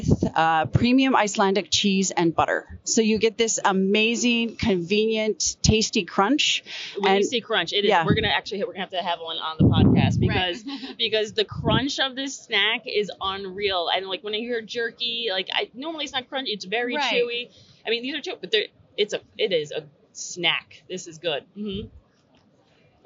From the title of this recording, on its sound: Live From Seafood Expo Global